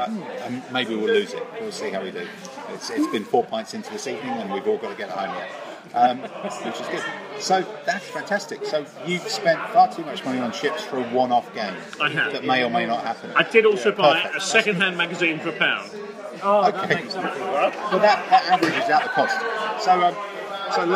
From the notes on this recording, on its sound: A "straight to live" recording made in the beer garden of the Fox pub at the ExCeL Centre, London. Admittedly this is not the most salubrious of locations, however Audacity software has managed to iron out most of the background noise making this a pretty solid podcast recorded live in the Fox, which this particular weekend has been the resting place for weary and thirsty gamers escaping from the mega-show that was Salute!